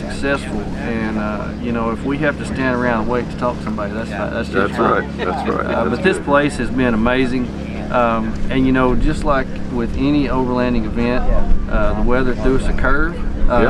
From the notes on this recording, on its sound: LIVE from the Side by Side at Rendezvous in the Ozarks 23